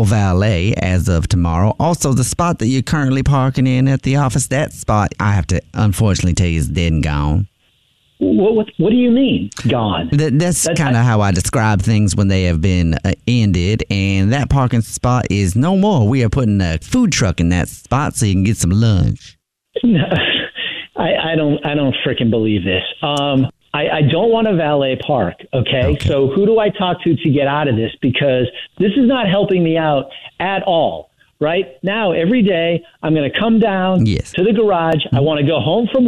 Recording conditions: phone line